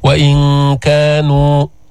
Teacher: إخفاء النون عند الكاف